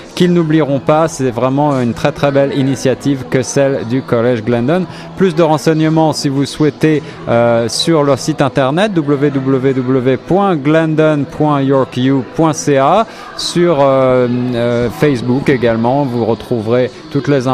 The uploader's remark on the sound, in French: En direct du tout premier Carnaval du Collège universitaire Glendon de l'Université York, 27 Janvier 2018.